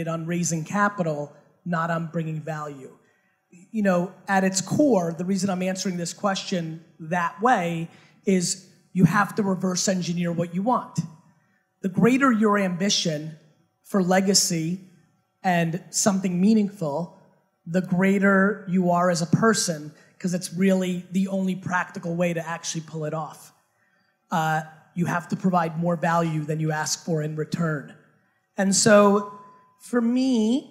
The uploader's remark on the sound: A HUGE Fireside Q&A at Startup Grind HONG KONG